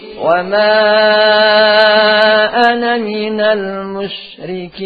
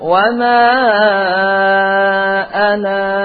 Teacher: Jadi hilang alif pada waktu dibaca terus dan kan tetapkan jika lah dibaca berhenti.